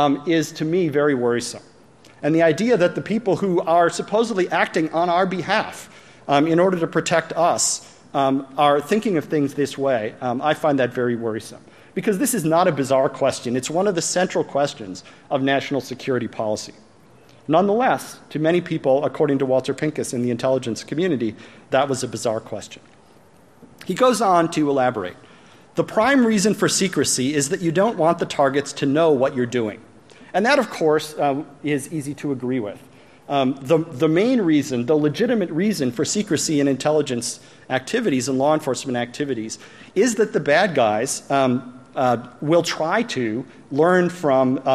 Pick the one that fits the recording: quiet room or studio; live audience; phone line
live audience